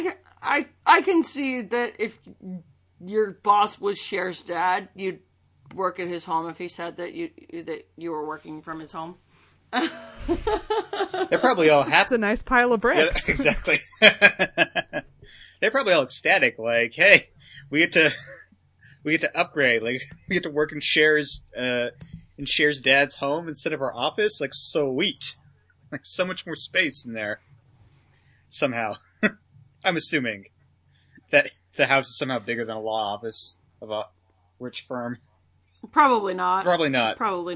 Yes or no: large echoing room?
no